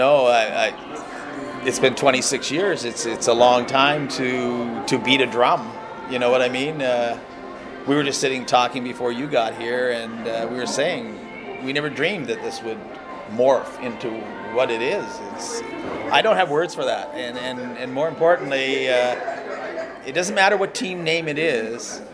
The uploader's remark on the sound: This was recorded in a hotel lobby the afternoon of the naming of the Atlantic Schooners with SSE back in 2018.